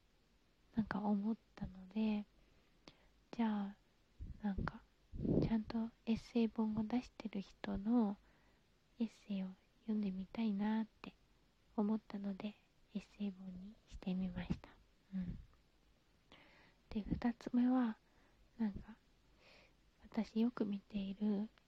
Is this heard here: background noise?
yes